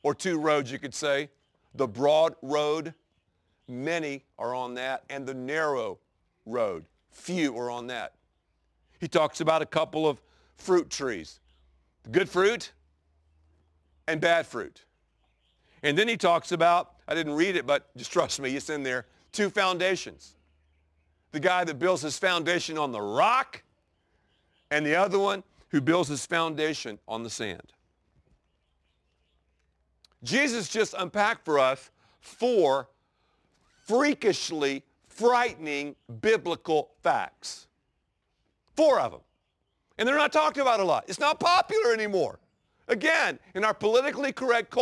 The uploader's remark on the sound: preaches from the very place where Jesus delivered the Sermon On the Mount at the Sea of Galilee in the Holy Land